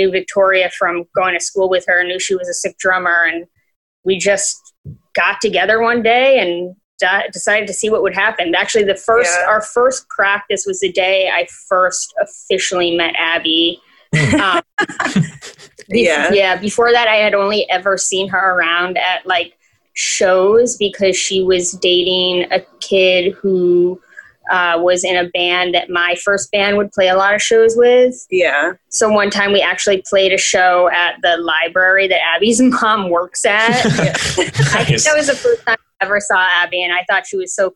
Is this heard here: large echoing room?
no